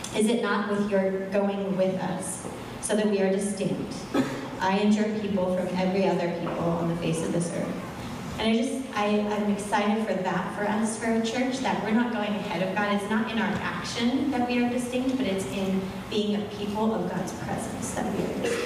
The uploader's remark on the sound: The team of six elders were split between our two services, so the recording will include each set of elders at both services.